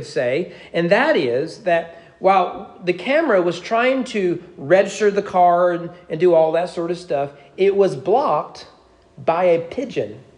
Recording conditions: large echoing room